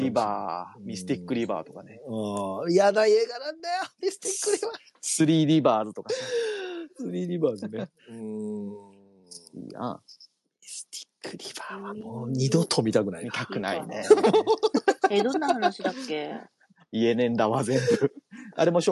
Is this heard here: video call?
yes